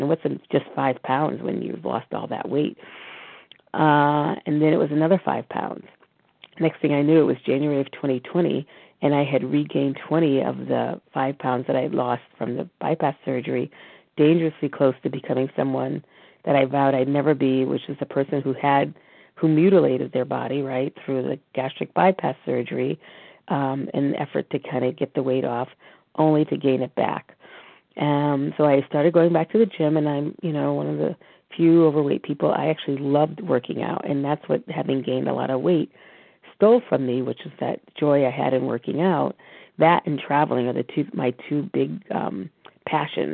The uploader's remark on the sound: From the 100 Pounders Phone Meeting.